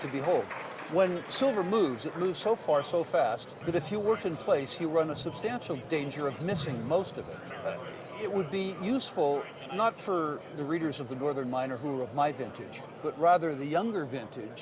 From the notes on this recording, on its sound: This week's podcast features interviews from the Vancouver Resource Investment Conference